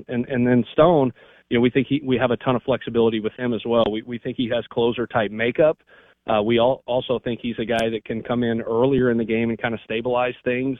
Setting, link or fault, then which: link, phone line